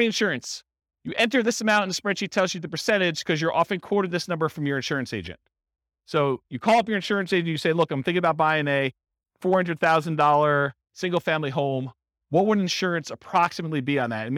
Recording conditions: live audience